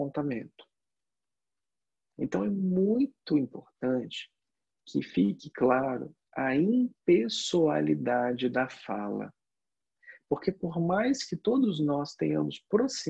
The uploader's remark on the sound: Online via Zoom.